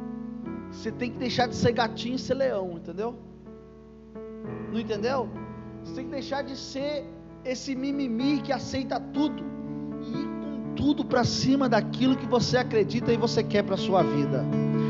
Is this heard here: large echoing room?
yes